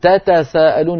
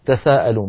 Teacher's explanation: وبعض القبائل كانوا يحذفون إحدى التائين تخفيفا · Shown in: second take · فبدلا من أن يقولوا تتساءلون يقولون تساءلون، وهكذا رواها الكوفيون. · Term: بحذف إحدى التائين